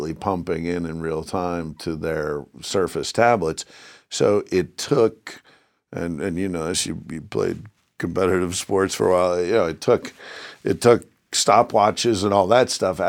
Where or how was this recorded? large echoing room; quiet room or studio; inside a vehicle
quiet room or studio